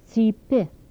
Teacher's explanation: Dental affricates without palatalization.